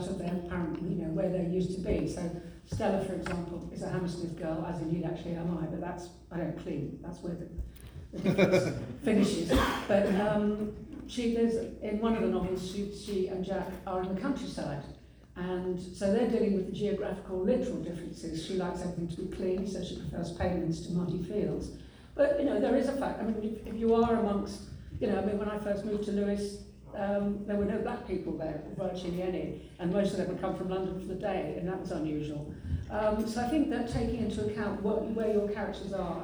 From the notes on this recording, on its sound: The first panel from the Darkside of Brighton held on the Old Ship Hotel on 28th October 2023.